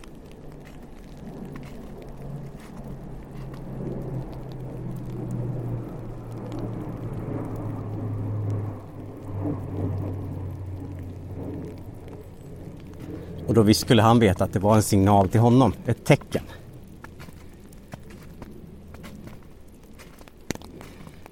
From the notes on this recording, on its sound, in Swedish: Ljudet av hans steg och regnet. Under promenaden i skogen, där snö möter regn.